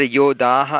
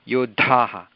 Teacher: अत्र योदाः इति मा वदतु कृपया, योद्धाः. अत्र महाप्राणः अस्ति, यत्र महाप्राणः अस्ति तत्र महाप्राणः अवश्यं वक्तव्यमस्ति · Shown in: second take · न वदति चेत् दोषः.